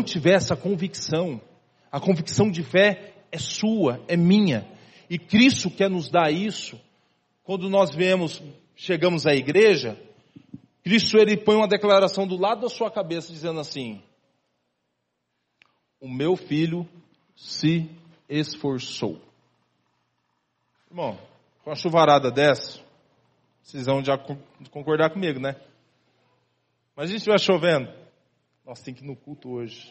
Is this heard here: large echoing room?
yes